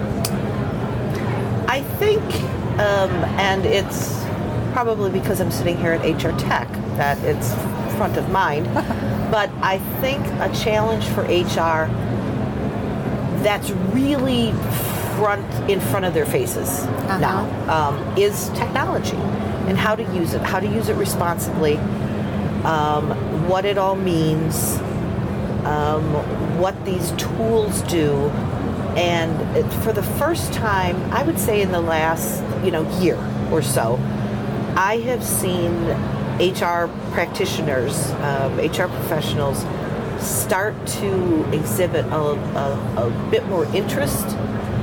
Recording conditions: busy venue